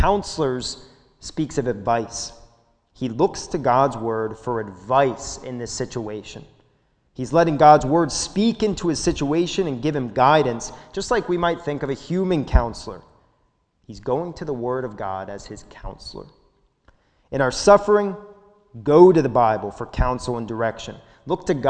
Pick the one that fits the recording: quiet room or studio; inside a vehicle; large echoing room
large echoing room